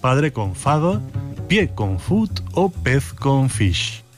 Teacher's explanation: Los ejemplos de cambio de P a F abundan, como vemos al comparar padre con father, pie con foot o pez con fish · Term: ley de Grimm